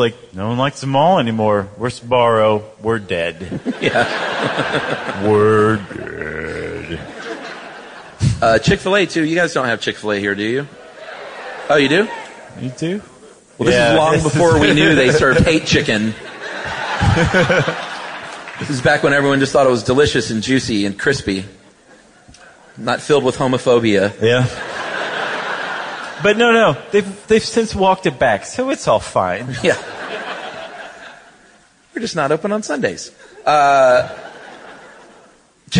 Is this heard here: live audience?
yes